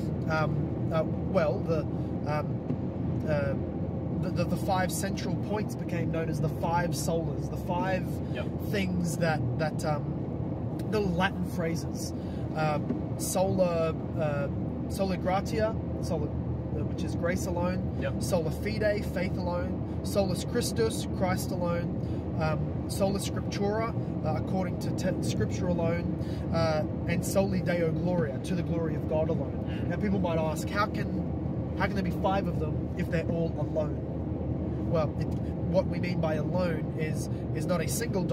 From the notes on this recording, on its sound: Carpool Q&A